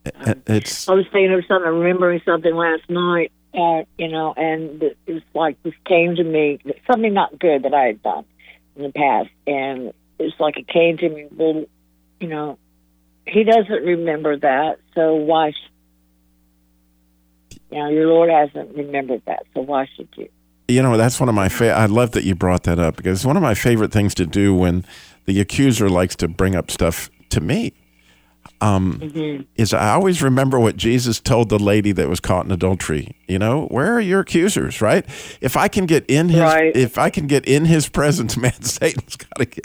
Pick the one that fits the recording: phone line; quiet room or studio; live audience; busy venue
phone line